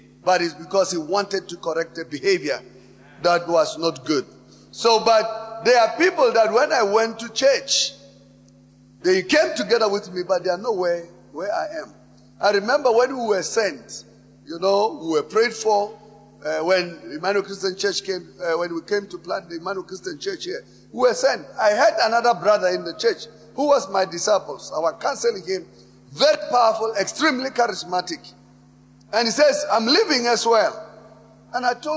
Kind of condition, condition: setting, large echoing room